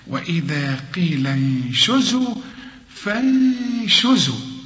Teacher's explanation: وإذا قيل انشزوا، عند النون بعدها الشين، والشين من حروف الإخفاء، هخفي هنا